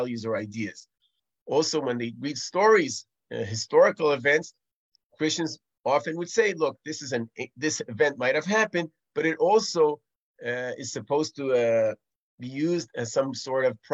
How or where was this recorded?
video call